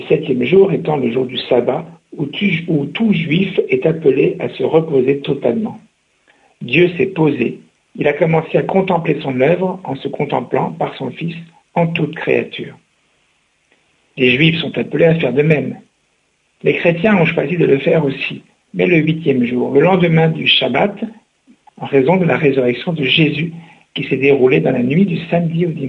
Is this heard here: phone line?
yes